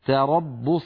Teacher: تاء مرققة، راء مفخمة، باء مرققة، صاد مفخمة، يعني هناك تداخل بين المفخم والمرقق.